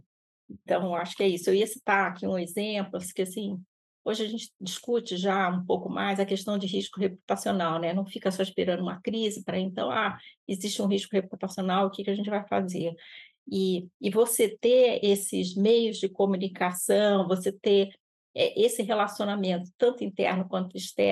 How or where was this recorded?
video call